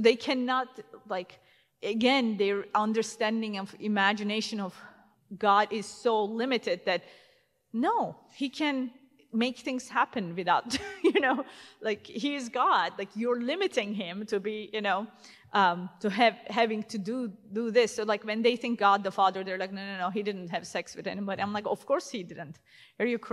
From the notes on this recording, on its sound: at the 2022 Defending the Faith Steubenville Conference